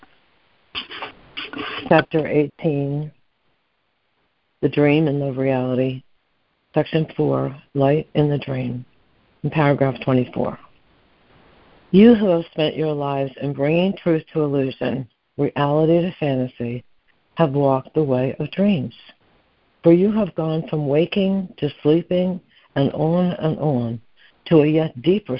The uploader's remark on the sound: ACIM Daily Conference Call